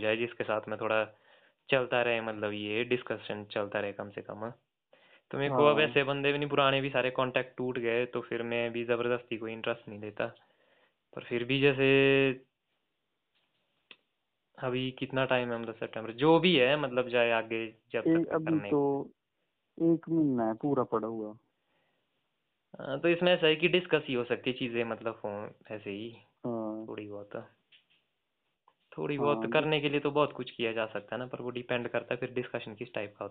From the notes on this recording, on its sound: A phone call talk.